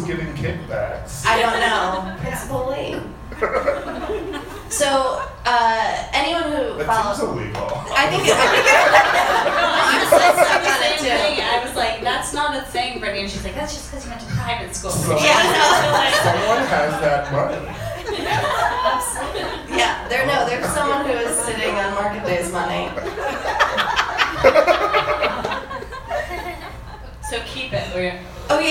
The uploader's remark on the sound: Podcast studio in her bedroom for a live episode at the beautiful Ace Hotel downtown in front of more human beings. Sings her cover version live for the audience.